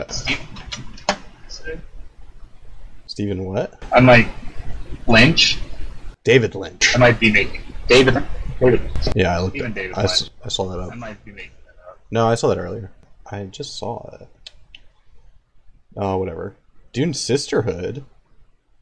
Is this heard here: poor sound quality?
yes